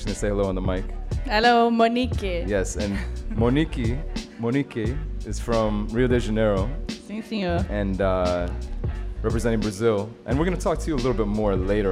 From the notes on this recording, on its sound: Originally broadcast live on June 13, 2016 from the storefront of The Late Late Bar on Houston Street in New York City.